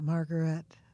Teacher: he has an accent on the last syllable